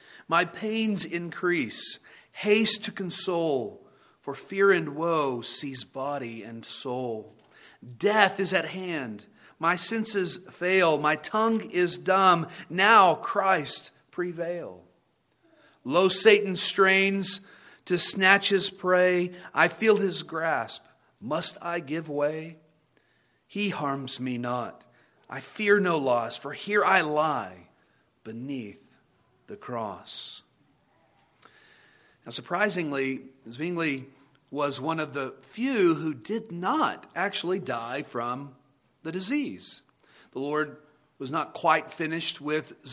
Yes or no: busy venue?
no